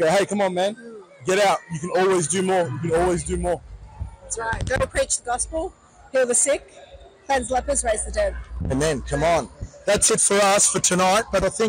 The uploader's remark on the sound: Join us on an exhilarating journey as we dive into the heart of the 2024 Planetshakers Conference. Take you behind the scenes as they navigate the electric atmosphere of the conference, seeking out Christians willing to share their powerful testimonies.